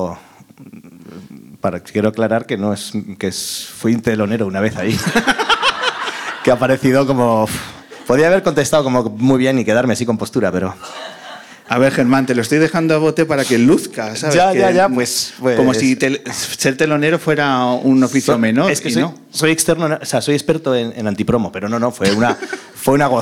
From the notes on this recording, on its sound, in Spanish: Muchas gracias a todos los que nos habéis podido acompañar en el Ámbito Cultural del Corte Inglés de Callao en la grabación de la #Luna377